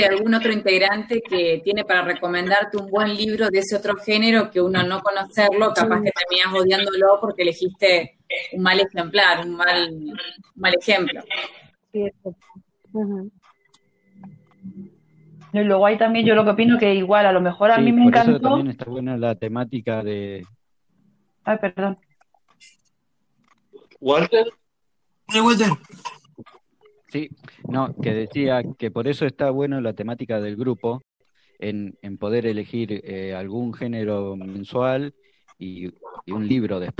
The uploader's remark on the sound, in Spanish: La hicimos usando #jitsi. Juntada Virtual.